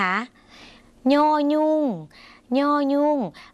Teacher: เสียงขึ้นจมูกนิดนึงนะคะ